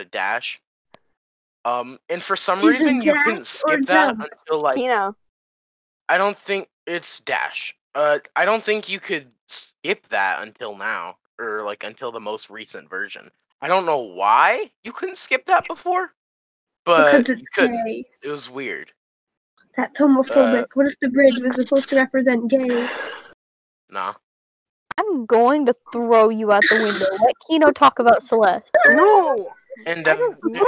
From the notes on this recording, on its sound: Yes, the audio is shit. That, and we had to redo this sixteen times because the recording bot kept disconnecting itself halfway through the session.